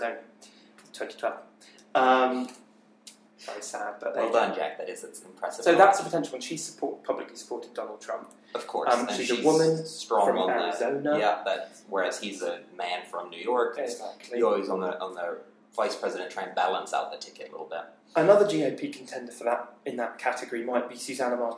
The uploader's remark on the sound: We're in a different recording location this week, so forgive the quality.